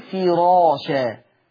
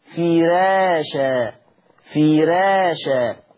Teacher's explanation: ولكن في رواية ورش إذا جاءت الراء مفتوحة إذا جاءت الراء مفتوحة وقبلها كسر أصلي مثل كلمة فراشة، حفص بيقول فراشة، راء مفخمة لأنها مفتوحة، لكن ورش يرقق الراء طالما أنها مسبوقة بكسر أصلي · Shown in: second take · فيقول فراشة فراشة.